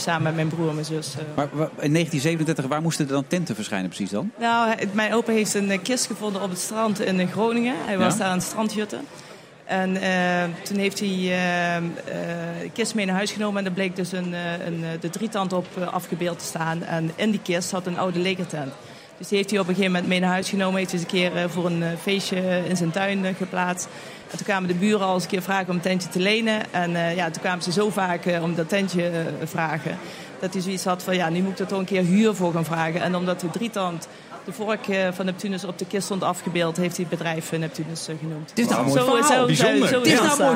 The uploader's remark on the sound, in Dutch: We zenden live uit vanaf het CHIO in Rotterdam